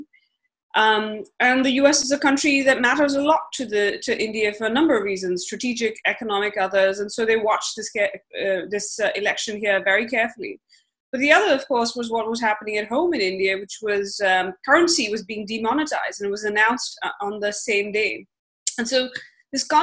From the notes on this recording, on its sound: A live podcast recording of the Asia Rising podcast via zoom.